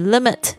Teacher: 你会听到这个 t 很轻的这个气，这个无声的这个辅音的声音